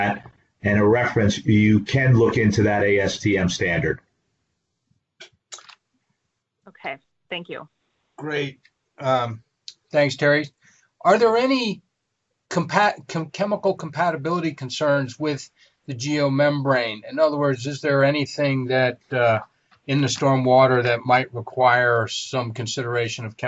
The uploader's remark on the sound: This is an audio version of the FGI webinar.